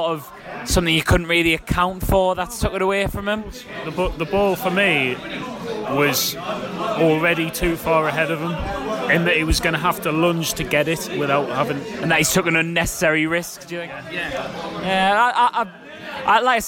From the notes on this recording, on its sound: enter your earphones from one of Roker's finest drinking establishments